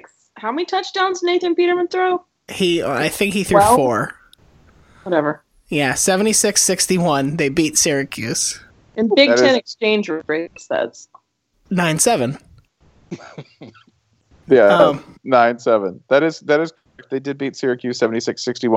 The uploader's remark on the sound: A technical error during recording meant we were left with mere scraps of these four individual episodes, so we cobbled them together into one terrible, useless, unlistenable track.